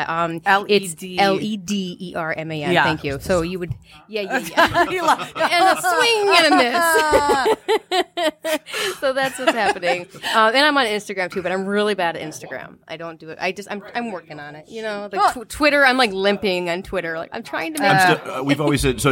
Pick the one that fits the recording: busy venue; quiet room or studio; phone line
busy venue